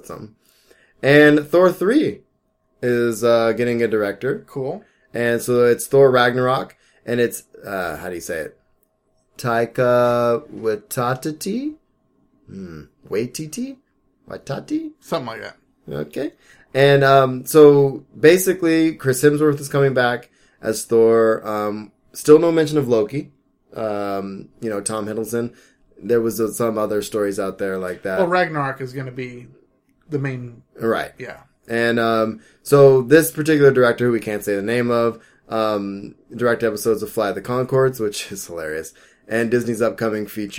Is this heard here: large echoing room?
no